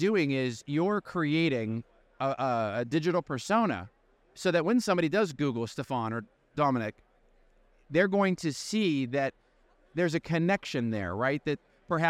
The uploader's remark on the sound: Pacific Life’s Institutional Division recently traveled to San Diego to attend the 2023 NAPA 401(k) Summit. During the conference, we recorded live interviews from the conference floor as part of our award-winning podcast, The Wave Strength.